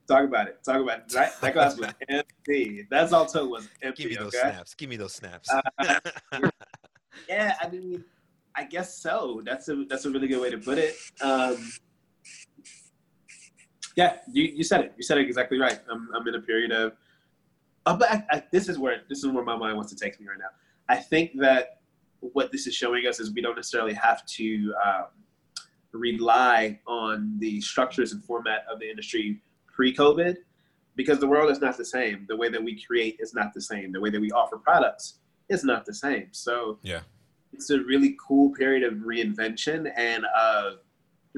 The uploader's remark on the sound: Currently living in Puerto Rico, I had to reach out through good ole zoom to have this conversation.